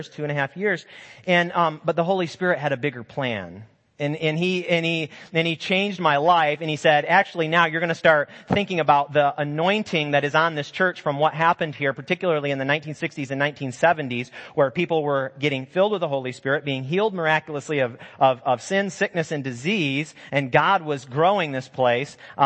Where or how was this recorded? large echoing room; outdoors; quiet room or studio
large echoing room